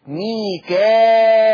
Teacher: فيقرأ ورش بالهمزة بهمزة مكسورة بعد الألف المادية. لما يجي همزة بعد الألف فيقرأ ورش بهمزة مكسورة بعد الألف المادية فتصير مد متصل.